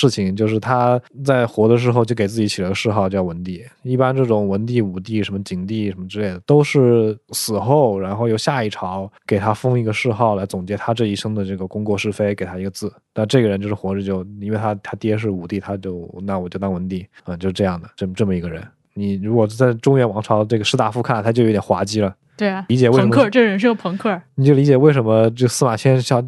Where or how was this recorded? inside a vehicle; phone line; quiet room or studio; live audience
quiet room or studio